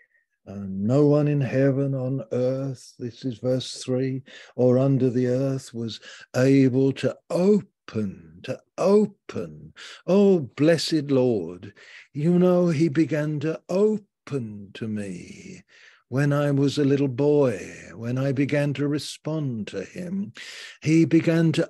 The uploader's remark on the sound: Malaysia Meets (Zoom)